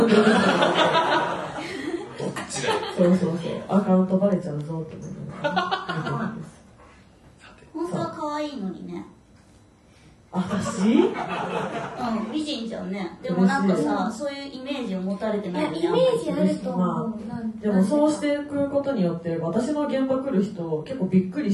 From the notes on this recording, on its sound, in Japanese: 今週は11/22に行われた公開録音の模様、前半戦をお届け！